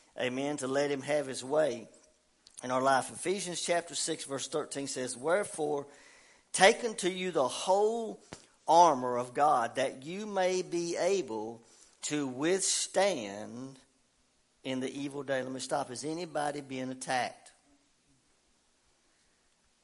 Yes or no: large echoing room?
yes